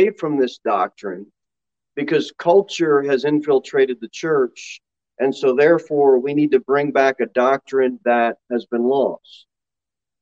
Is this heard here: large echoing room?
yes